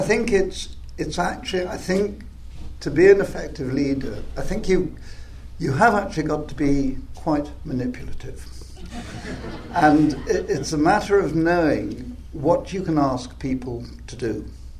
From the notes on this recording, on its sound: From 2015 AAC Benefit Dinner. In this recorded interview.